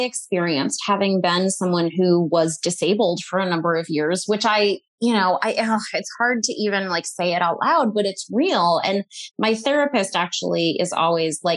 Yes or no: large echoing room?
no